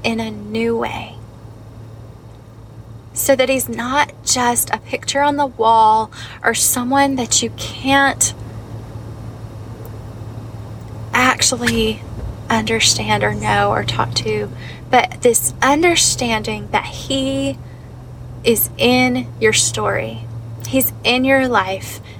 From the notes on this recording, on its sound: I finally pull in my driveway and the road noise quiets.